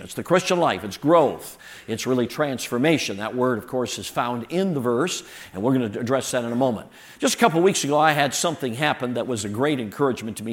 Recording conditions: large echoing room